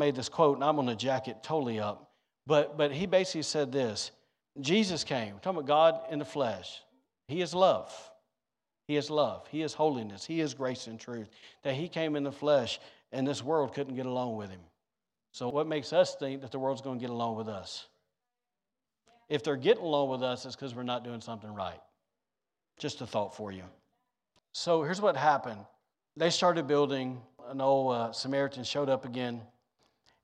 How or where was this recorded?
live audience